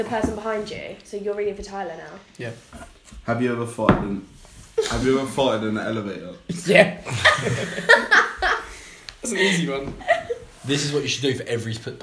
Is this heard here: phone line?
no